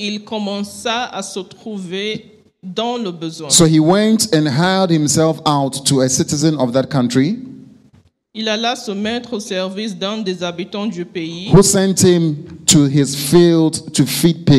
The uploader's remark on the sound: Preached during Joyful Hour Sunday Service Rabat